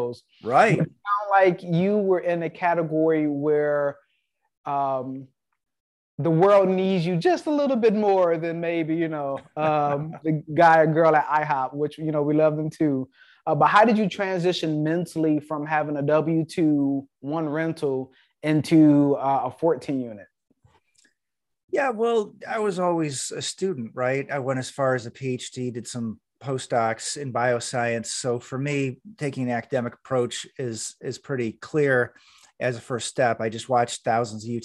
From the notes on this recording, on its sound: Investors Gallery is a live Zoom open to the public. Through this live zoom conference anyone can asks questions about their own investments, legal advice, or opportunities!